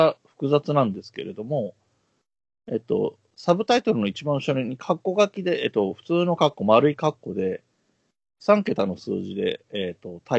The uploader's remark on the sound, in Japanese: Skype収録音源